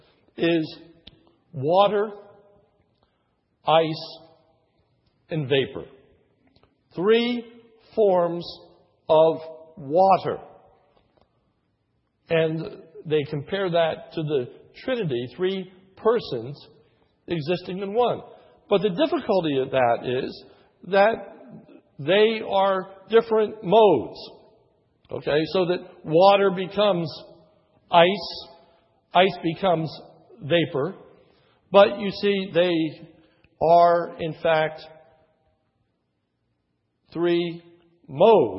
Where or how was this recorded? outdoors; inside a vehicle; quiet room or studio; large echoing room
large echoing room